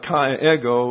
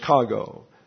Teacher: Grammar, krasis, that is the combination of the vowels of two syllables into one long vowel or diphthong · Shown in: second take